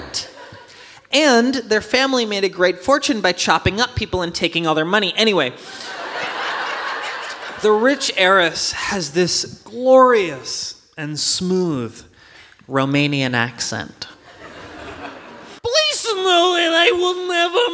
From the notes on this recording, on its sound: Clips from our new live recording, The Investigators